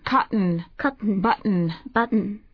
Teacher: 舌先を歯の後ろにくっつけはするけれども、離さないんですね · Term: 破裂しない